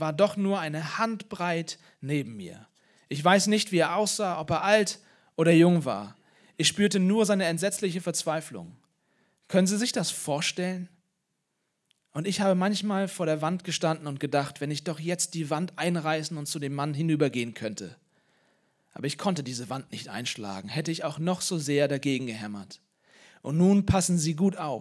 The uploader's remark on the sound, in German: Osterpredigt aus dem Leipzigprojekt.